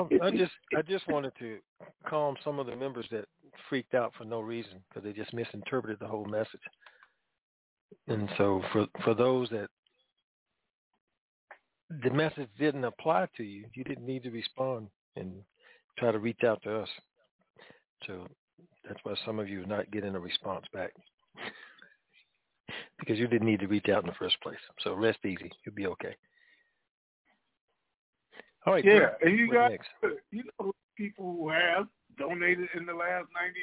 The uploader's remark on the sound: Conference Call